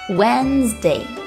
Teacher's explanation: 第一个字母 d 不发音，其余单词发音。正确的读音是 Wednesday，注意中间摩擦音 z 的发音 · IPA: [ˈwɛnzde]